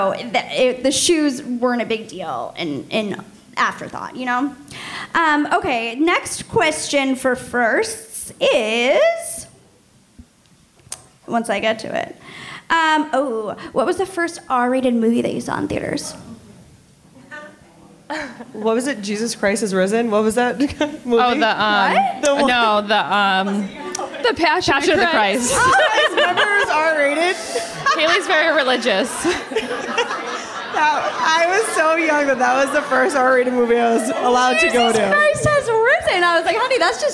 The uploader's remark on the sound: For all of you who were unable to make the Live Podcast - you're in luck!